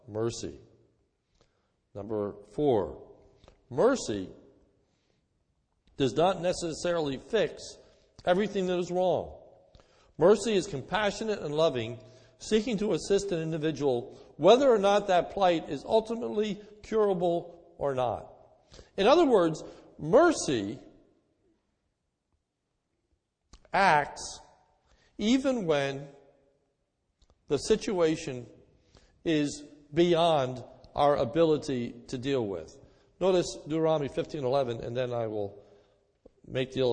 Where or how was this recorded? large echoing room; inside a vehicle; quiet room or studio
large echoing room